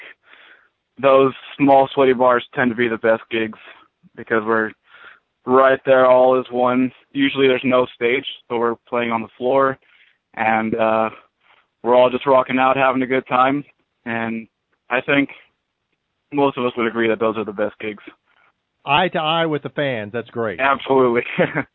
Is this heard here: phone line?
yes